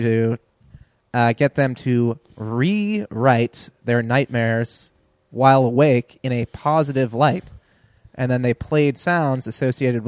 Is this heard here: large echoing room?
no